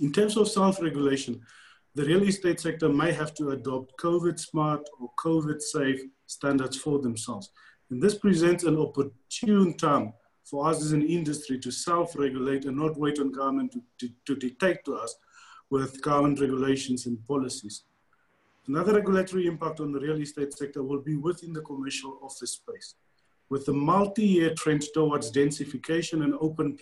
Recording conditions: video call